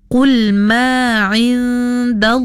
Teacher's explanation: Pada kalimah ma'indallahi ya, ma ya, jangan terlebih lebih daripada dua harkat. Jadi di sini ada dua harkat sahaja kerana mat asli di sini.